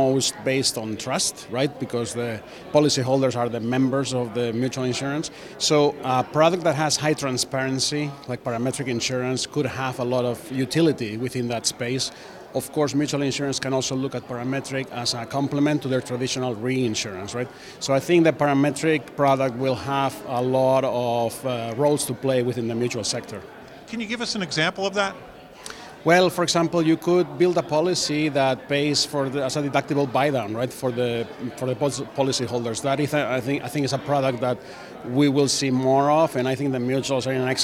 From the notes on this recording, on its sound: at the Pennsylvania Association of Mutual Insurance Companies' annual conference, held in Hershey, Pennsylvania